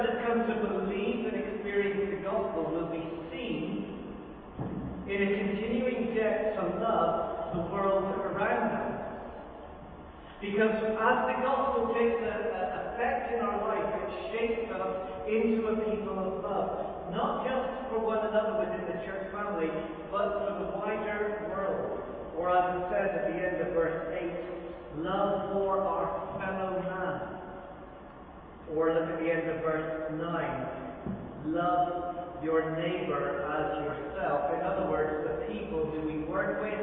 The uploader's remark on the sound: Very Poor Audio